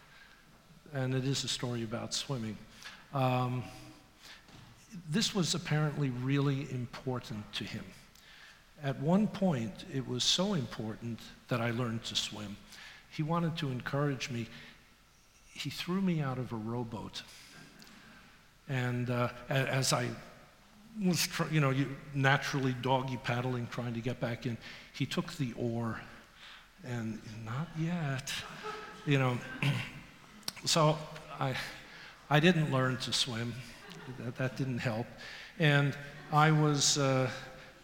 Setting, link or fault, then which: setting, live audience